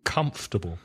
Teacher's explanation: Stress the first syllable.